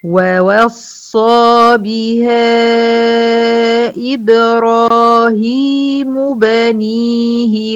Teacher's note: مرققين الواوين اللي ورا بعض دول مرققين، وارجع فخم عند ايه، عند الصاد